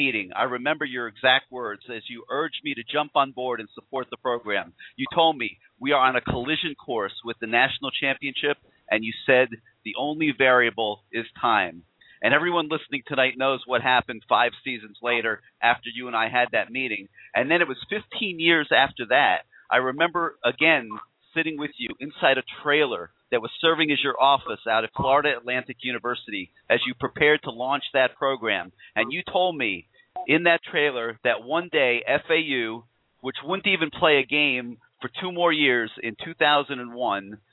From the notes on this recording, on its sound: call in show with CaneSport subscribers, live guests and Canes fans throughout the world